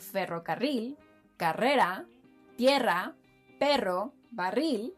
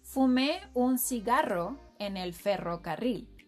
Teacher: Another sound that is unique to Spanish and that usually makes non-native speakers struggle is the double R. So, to pronounce words like ferrocarril, carrera, tierra, perro, barril, simply think of trilling the R sound.